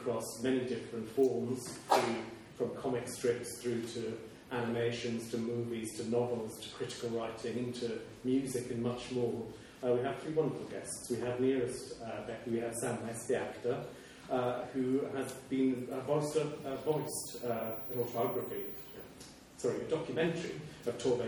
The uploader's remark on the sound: This event featured readings, discussion, music and questions from the audience